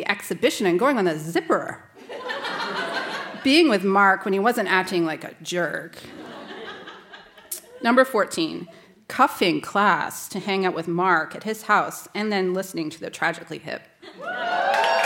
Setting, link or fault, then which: setting, live audience